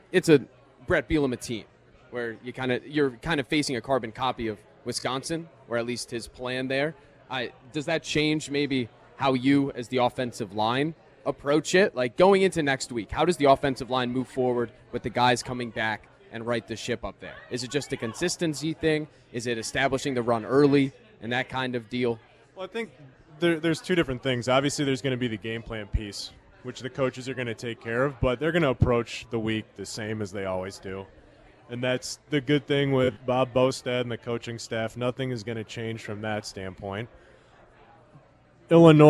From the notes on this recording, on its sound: live from Monk's in Sun Praire